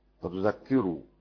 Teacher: فتذكر حمزة يفتح الذال ويشدد الكاف ويضم الراء